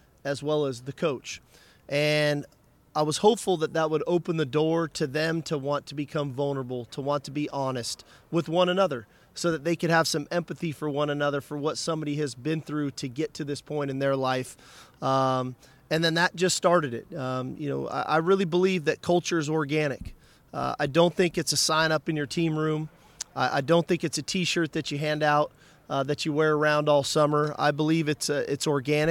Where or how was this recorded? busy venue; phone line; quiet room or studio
busy venue